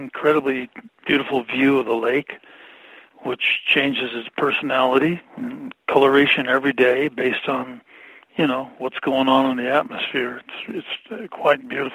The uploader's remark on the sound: I spoke to him about that by phone.